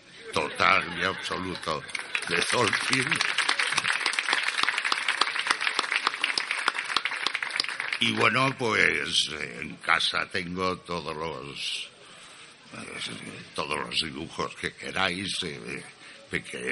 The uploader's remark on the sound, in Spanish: Grabado en directo desde la convención anual, y con una muestra de la misma: lecturas, poemas, canciones, clase de élfico. Los audios grabados en directo necesitan mucha más edición de lo normal.